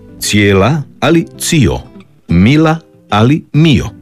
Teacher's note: Vokalizacija je glasovna promjena u kojoj se suglasnik L na kraju sloga ili riječi zamjenjuje vokalom, otvornikom, samoglasnikom O.